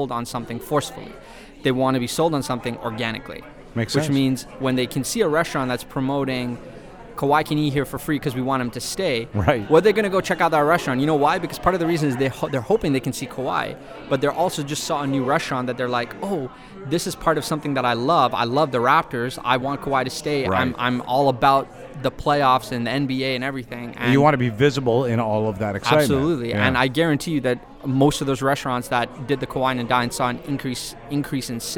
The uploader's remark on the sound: LIVE from the ITEX Canada Meet & Greet